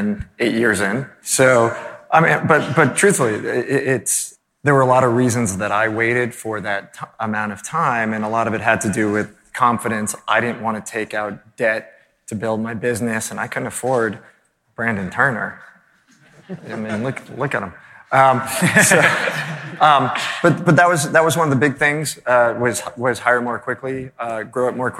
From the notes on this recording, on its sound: All the BiggerPockets podcast hosts on stage in one place! This bonus episode was recorded at the BiggerPockets Conference last week in front of a live audience of more than 1,000 people at the Gaylord Opryland Resort in Nashville, Tennessee. We turned the mics over to our members.